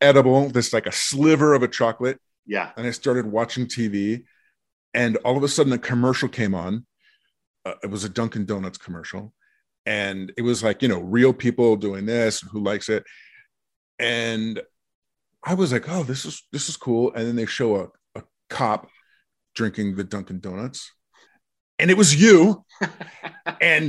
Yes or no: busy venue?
no